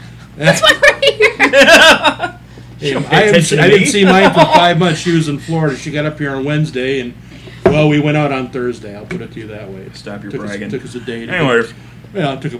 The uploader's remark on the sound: Live From The Strip Club